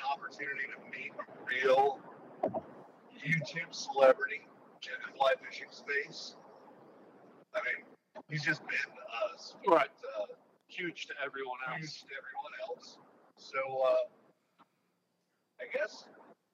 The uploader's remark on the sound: Have been on the road for a while chasing trout from Pennsylvania to Tennessee and hatched the idea to record an episode from the road as they were rolling back south towards the Land of Tailing Redfish. We generally do our best to remain entertained along the two lane hell that is known as Interstate 95 in South Carolina. The audio may be a little off on this episode, but hey; we we're trying something new.